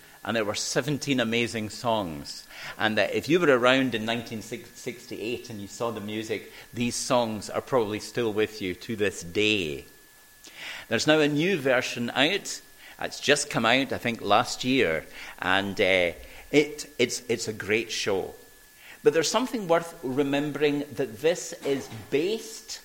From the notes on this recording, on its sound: recorded at North Harris Free Church on the morning of Sunday 17th July 2022.